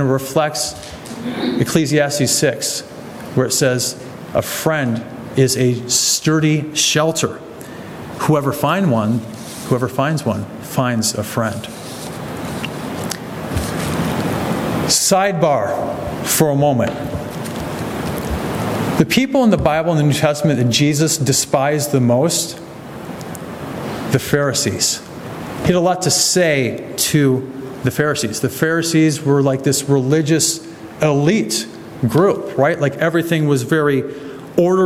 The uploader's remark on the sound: sermon from August 13, 2023 at the Clarence Church of Christ, Clarence, NY